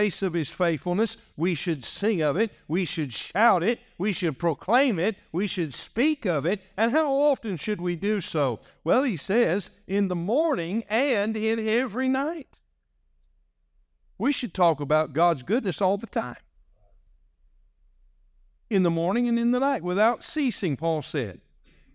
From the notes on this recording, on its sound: This message was delivered on November 10, 2023, during our morning service.